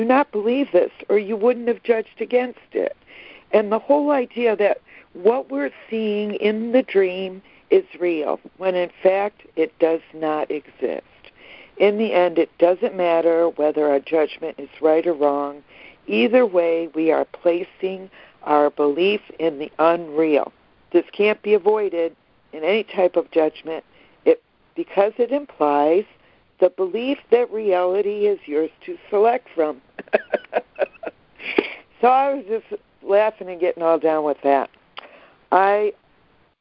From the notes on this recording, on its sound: ACIM Daily Conference Call.